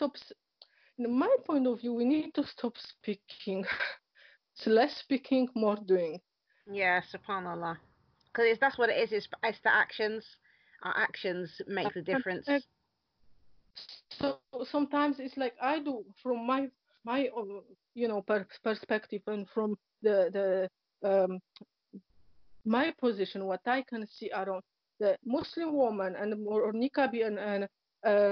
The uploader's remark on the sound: Apologies for the break up in sound they were due to poor internet connection.